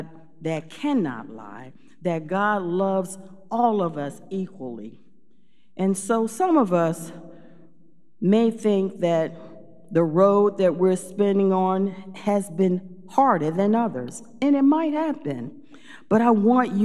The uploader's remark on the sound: Recorded live at Beatitudes Church in Phoenix, AZ